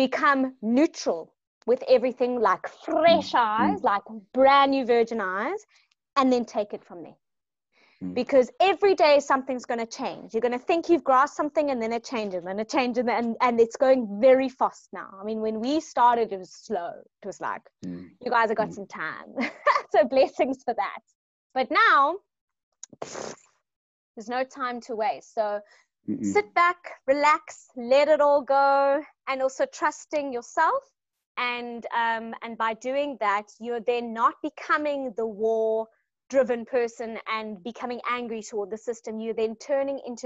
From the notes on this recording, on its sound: LIVE-ZOOM-INTERVIEW made into a podcast